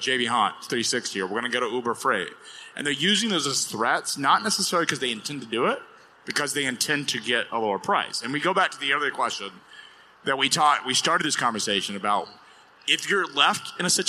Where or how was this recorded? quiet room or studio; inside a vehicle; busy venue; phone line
busy venue